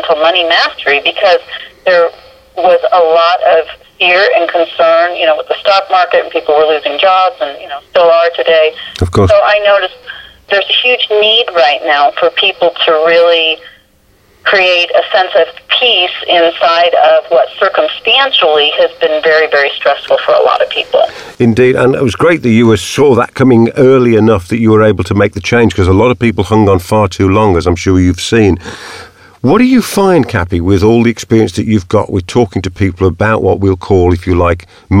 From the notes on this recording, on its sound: I managed to find a few minutes for a phone conversation with her